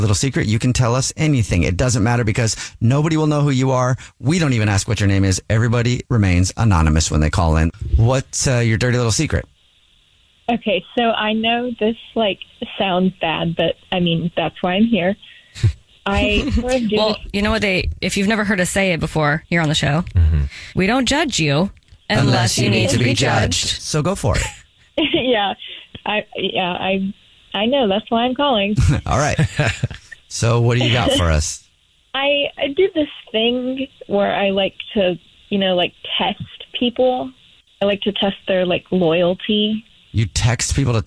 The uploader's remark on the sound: There is a woman on the phone